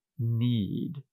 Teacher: need ends with a D sound, and the D is a voiced consonant